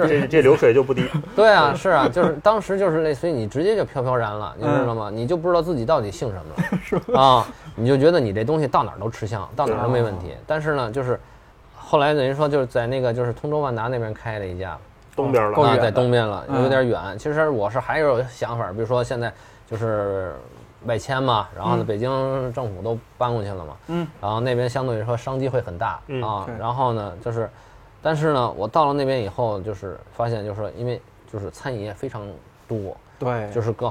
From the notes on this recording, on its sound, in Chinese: 其中一家店录制了这期节目。